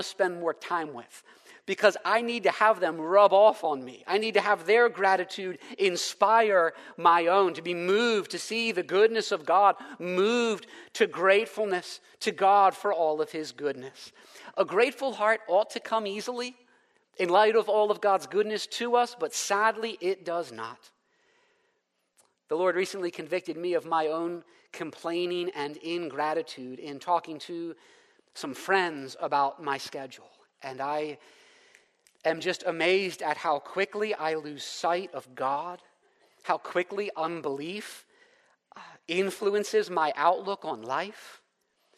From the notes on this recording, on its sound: preached in the first session at our Leaders Retreat on May 5, 2023